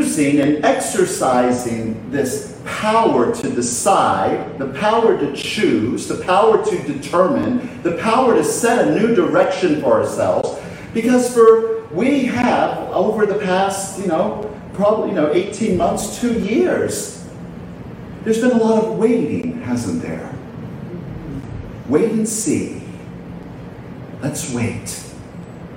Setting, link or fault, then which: setting, large echoing room